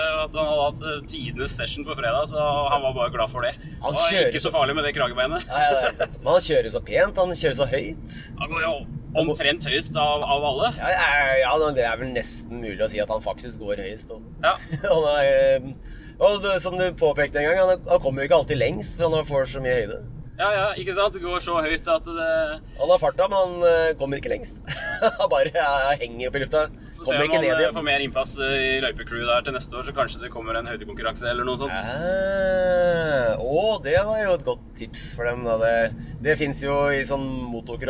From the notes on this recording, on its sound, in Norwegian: Lydkvaliteten er noe preget av at bilen kjører, men det ble i alle fall en rykende fersk pod!